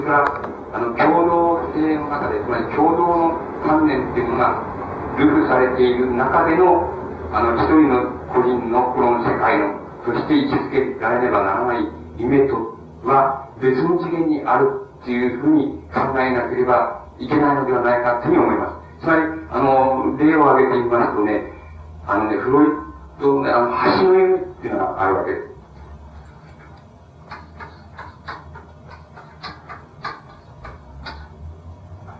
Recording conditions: background noise